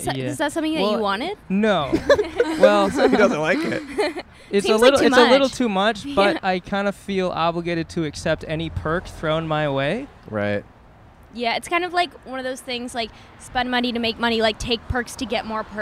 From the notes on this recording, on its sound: Recorded on Sunset Blvd in Hollywood, CA.